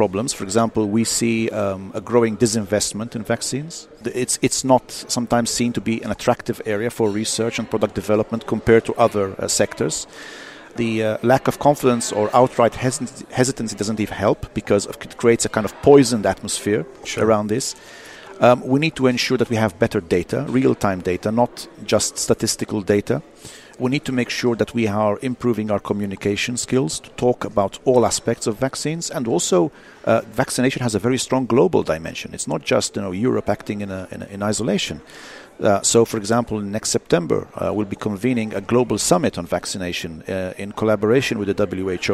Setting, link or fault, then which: setting, busy venue